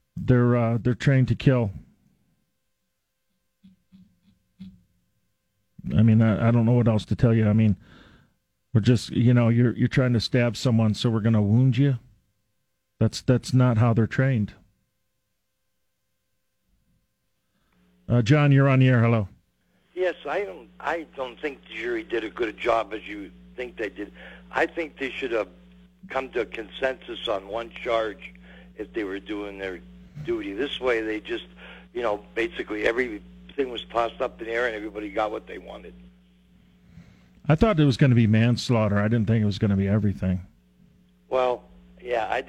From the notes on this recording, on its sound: takes your phone calls on News Radio KKOB